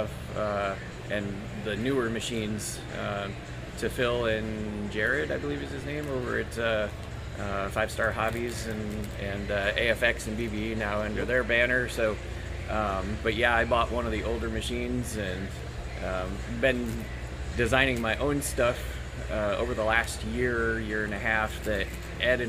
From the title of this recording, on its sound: Live from the 2020 RC Chili Bowl